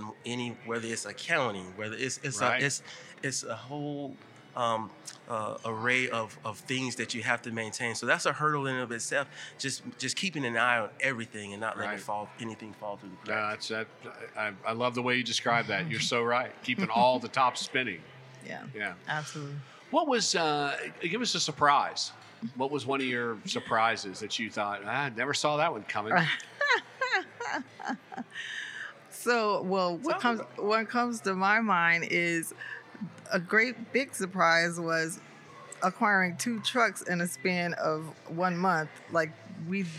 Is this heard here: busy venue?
yes